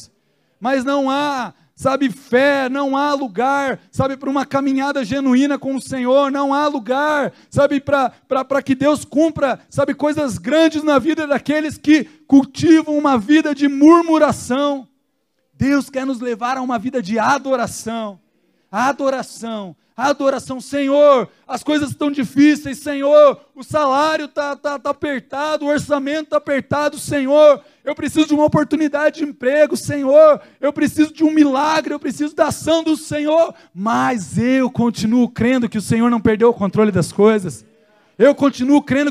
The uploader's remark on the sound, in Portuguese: Dia 29/11/2020 na Igreja ABA Curitiba (Transmitido ao vivo)